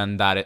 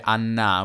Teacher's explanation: a Roma non si dice andare, andà, si dice annà · Shown in: second take